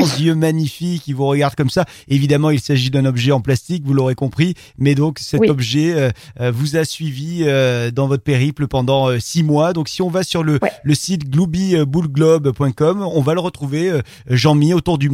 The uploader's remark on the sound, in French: par téléphone